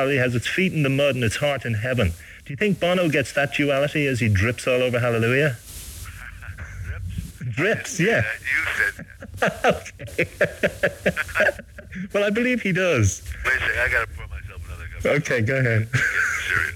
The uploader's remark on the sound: during a phone interview